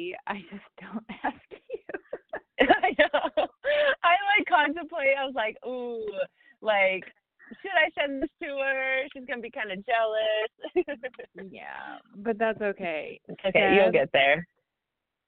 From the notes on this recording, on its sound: We are still trying to perfect the audio because this is literally a typical phone call between us.